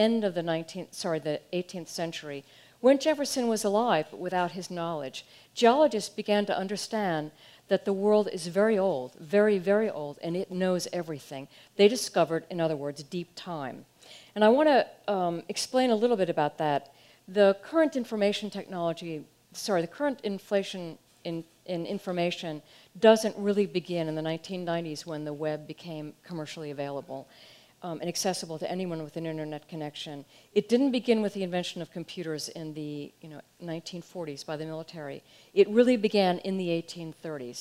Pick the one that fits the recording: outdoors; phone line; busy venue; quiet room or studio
busy venue